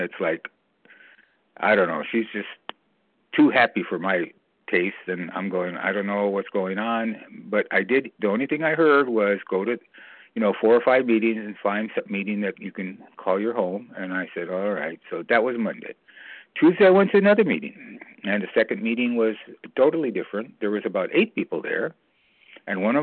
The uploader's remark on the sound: From the 100 Pounders Phone Meeting.